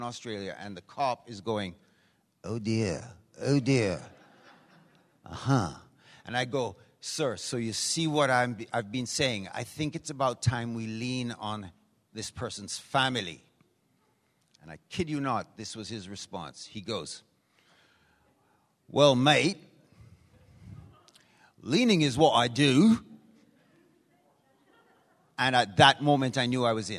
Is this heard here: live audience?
yes